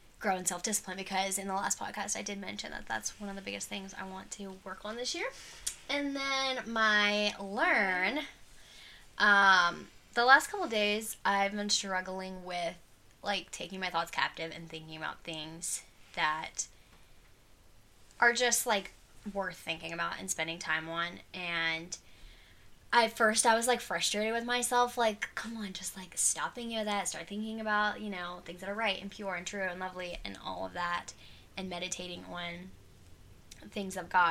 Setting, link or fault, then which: fault, sounds in the background